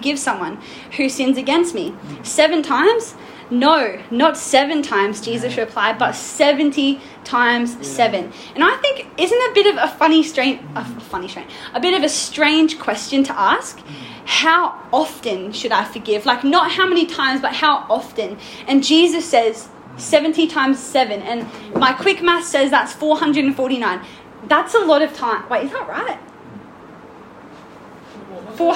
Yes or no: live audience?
yes